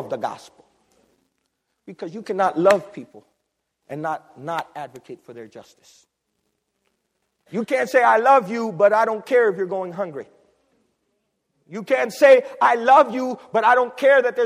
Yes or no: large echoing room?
yes